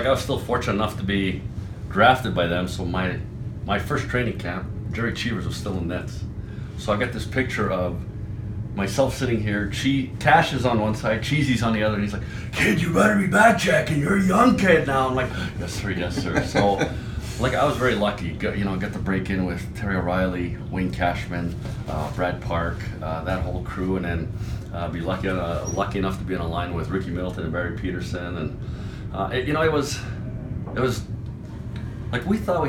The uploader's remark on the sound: Originally produced for the “Bruins Alumni TV” series, this interview was recorded at the recent NHL Alumni Pro-Am outside of Boston.